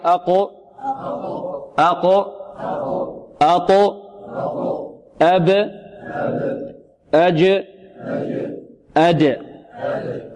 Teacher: لم يجري معها النفس ولم يجري معها الصوت، ولذلك قلقلت. · Term: حروف القلقلة